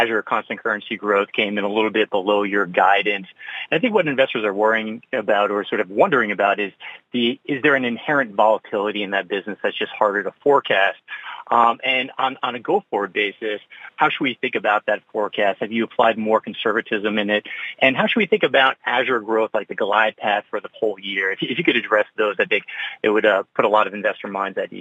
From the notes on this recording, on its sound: Q1 2023 Earnings Conference Call.